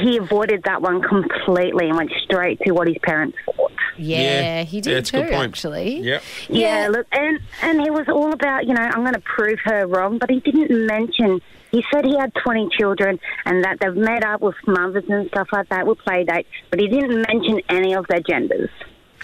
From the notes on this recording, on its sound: We opened the phone lines and got some very strong opinions from our listeners.